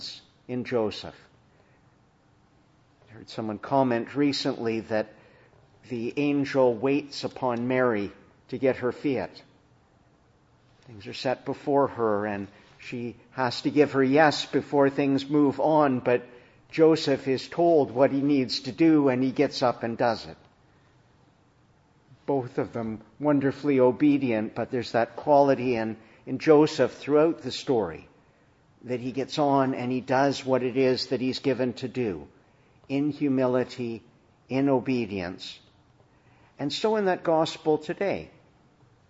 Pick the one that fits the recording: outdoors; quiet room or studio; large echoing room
large echoing room